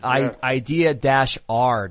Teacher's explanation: people don't say the word idea, they say ideer